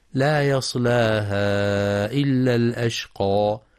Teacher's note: ينتبه القارئ في كلمة لا يصلاها لترقيق اللام، فلا يقرأ يصلاها بتغليظ اللام لمجاورتها الصاد المفخمة. وفي قوله